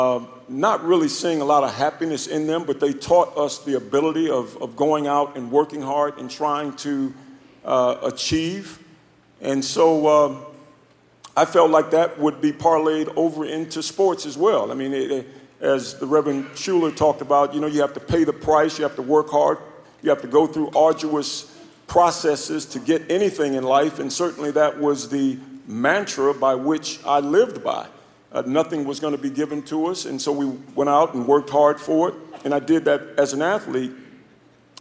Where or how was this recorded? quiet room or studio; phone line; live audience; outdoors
live audience